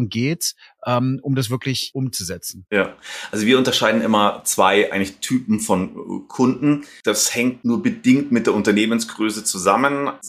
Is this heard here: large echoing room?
no